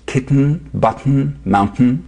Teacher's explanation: One is called nasal plosion, because instead of the T exploding the normal way, with the tip of your tongue releasing forward, T, the explosion happens at the back of your throat, where your throat meets the nose